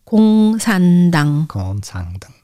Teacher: the first one has ng sound at the end, second one n sound, and then again ng sound in the f- last syllable.